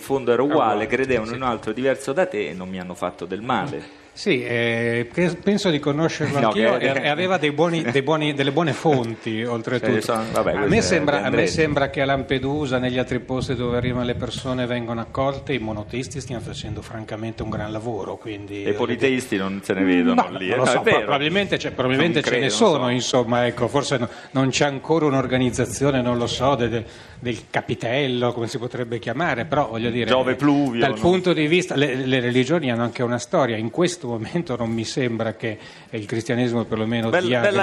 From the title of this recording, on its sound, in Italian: Fahrenheit al Festivaletteratura di Mantova